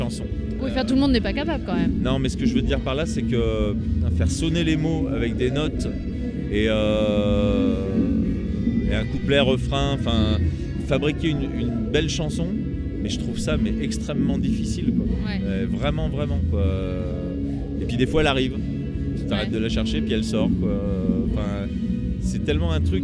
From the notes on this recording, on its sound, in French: lors du 4 ème Festival des Jours de Fêtes !